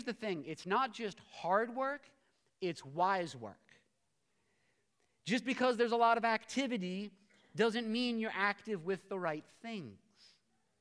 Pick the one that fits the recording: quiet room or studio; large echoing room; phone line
large echoing room